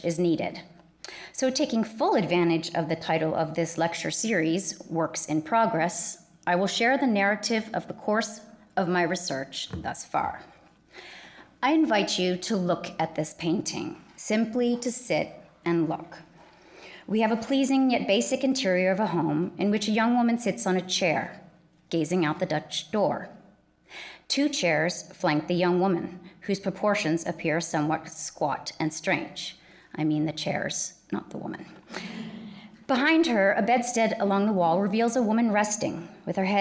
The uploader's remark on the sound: In this lecture held on April 22, 2019